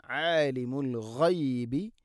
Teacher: ഇല്ലഹു ആലിമുൽ ഗൈബി, ആലിം ഐന് തൊണ്ടയുടെ മധ്യഭാഗം, ആലിമുൽ ഗൈബി അൽ ഗൈബ് ഗൈന്, ആലിമുൽ ഗൈബി ഗൈന് തൊണ്ടയുടെ മുഗൾ ഭാഗമാണ്